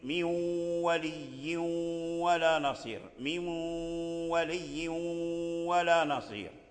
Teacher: وكذلك في الواو من وليين يعني الغنة موجودة في النون وليست في الواو. الواو فيه تشديد الشدة، لكن هذه الشدة ضعيفة، ليست شدة يعني كاملة، من ولي ولا نصير، من ولي ولا نصير. · Term: الإدغام الناقص